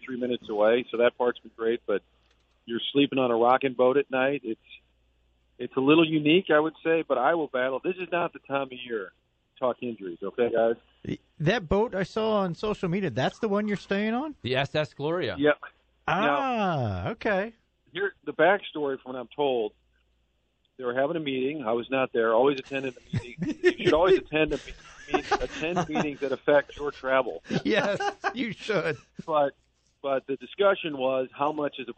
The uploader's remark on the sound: phones in from Boston, MA